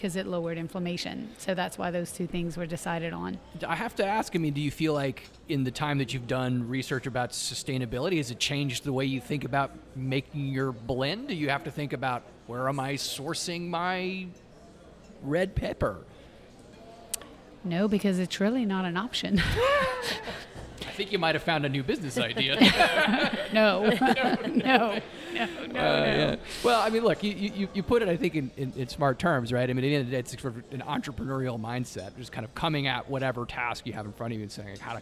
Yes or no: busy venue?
yes